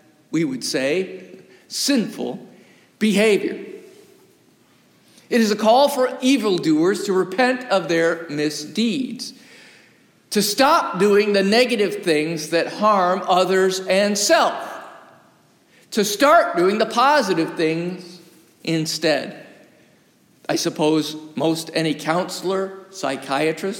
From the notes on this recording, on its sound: Recorded live from the historic, 317-year-old sanctuary of (Old) Rehoboth, the "Birthplace of American Presbyterianism".